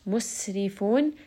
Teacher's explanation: Merge this together, spend a bit of time. Musrifun, seen is going to have safir, so it has a bit of that whistle